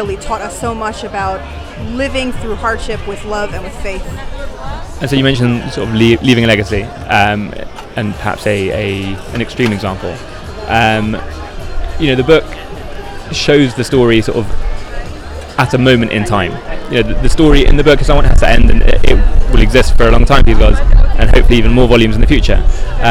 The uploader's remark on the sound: LIVE from Shavua HaSefer in Jerusalem.